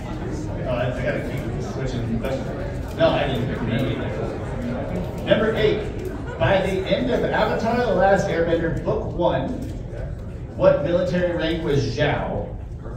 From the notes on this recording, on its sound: Listen at your own risk, as the audio is pretty rough! Trivia panel at the end of Planet Comicon (KC, 2023, Day 2 Saturday). We're just going to post the raw footage for this one.